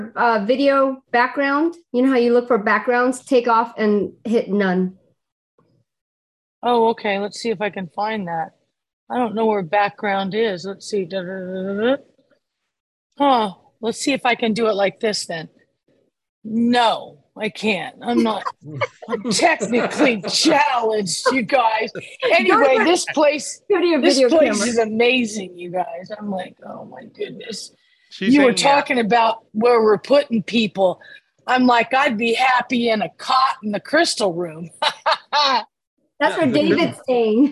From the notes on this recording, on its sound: This was recorded LIVE on Zoom